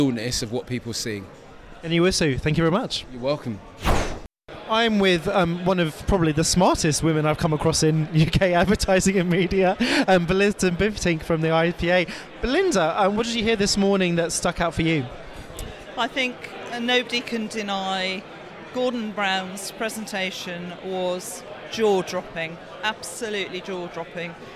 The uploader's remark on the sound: Discuss conference highlights from the Queen Elizabeth II Conference Centre in London. Excuse the audio quality being less than perfect amid the hubbub!